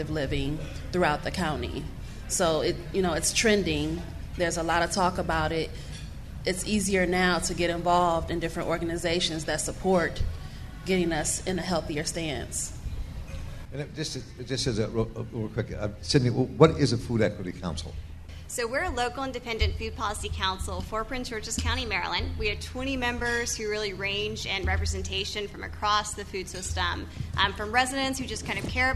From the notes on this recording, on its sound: This week features a panel discussion I moderated last week at Busboys and Poets in Hyattsville.